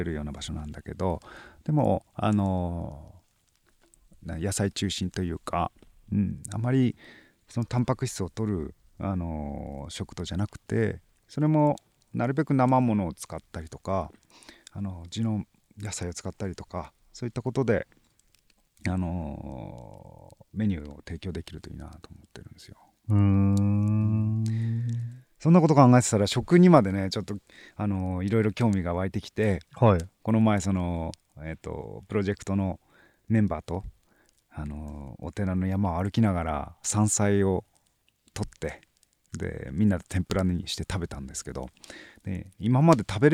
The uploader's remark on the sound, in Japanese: 焚火ラジオ初のリアルな焚き火の前での収録。冬の焚き火は心地よい。